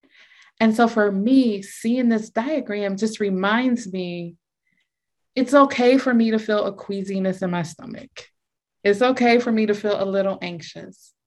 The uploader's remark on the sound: Note: Please note that this is an audio recording from a Zoom meeting and may include language not relevant to a podcast setting.